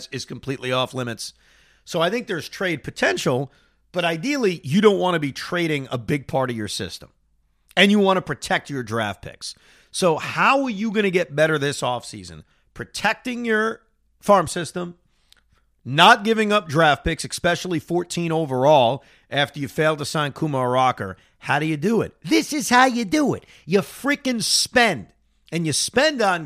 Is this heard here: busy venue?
no